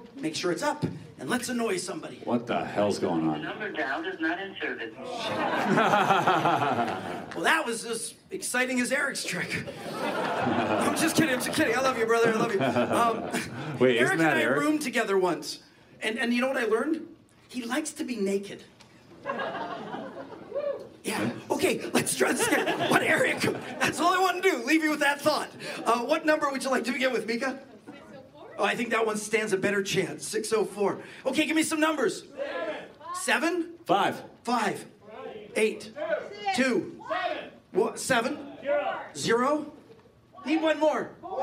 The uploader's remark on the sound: The World's ONLY Live Magic Comedy Podcast. Today we get to the bottom of it LIVE from Vancouver at the Rio Theatre. There are magic performances, jokes, a t-shirt cannon, confetti streamers.